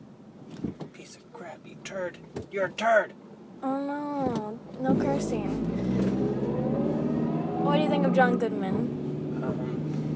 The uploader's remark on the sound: If the audio sucks it’s because I recorded it via voice memo on my iPhone